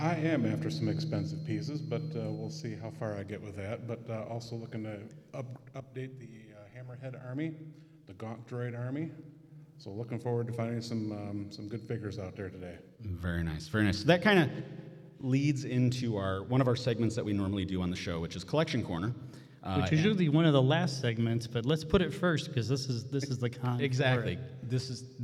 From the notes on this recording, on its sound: HHP Live on the ECPCTV Stage. Live appearances on the ECPCTV Stage at ICCC 2023. Doing their live episode of the convention.